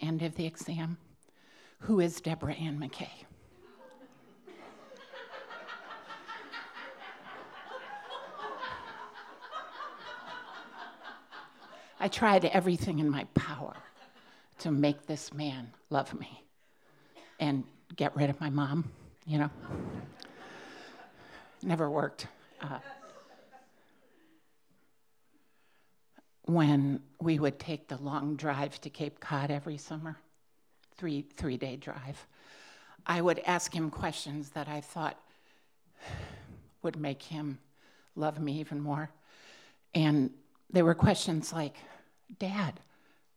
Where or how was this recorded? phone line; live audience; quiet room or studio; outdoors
live audience